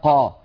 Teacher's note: أن القاف مجهورة وأنها شديدة كما أنها مستعلية وهي منفتحة